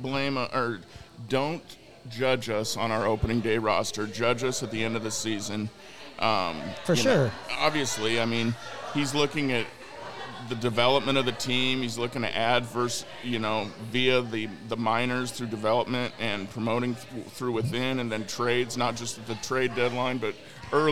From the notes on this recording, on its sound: Recorded at Murphy's Pub in Wallingford!